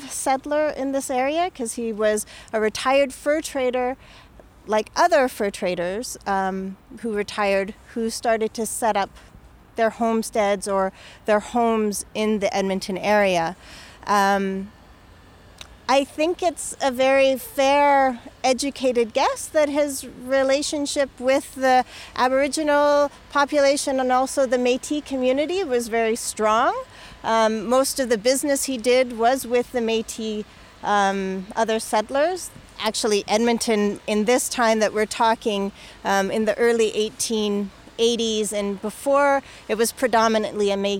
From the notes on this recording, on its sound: We take a live history walk into the river valley to examine the debris he found.